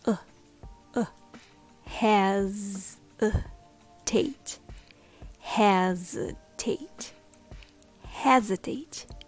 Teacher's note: The second syllable becomes very weak and the vowel becomes a schwa.